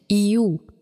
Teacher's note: Aber Iu wurde im dritten Zeitalter fallend artikuliert. Also mit Betonung auf dem zweiten Element, Iu. Konsonanten.